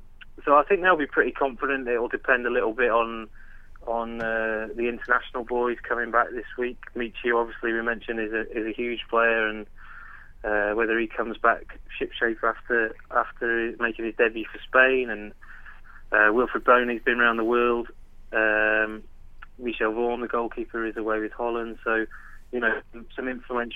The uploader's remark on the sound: We get phone views from Brighton